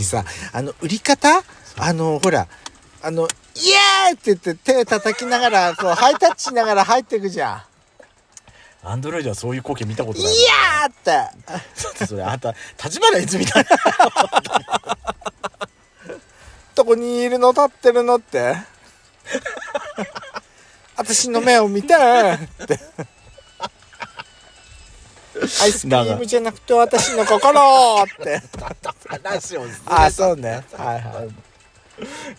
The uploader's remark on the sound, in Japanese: パーキング収録